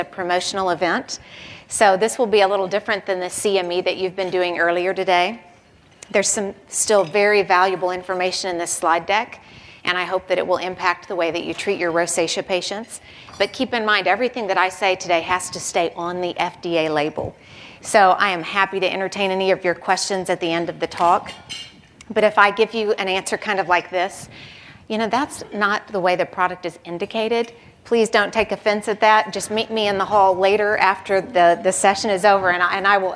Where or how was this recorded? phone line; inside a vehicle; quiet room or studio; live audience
live audience